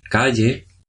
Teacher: El fonema lateral lingopalatal sonoro, que se corresponde con la grafía de doble L, por ejemplo, calle.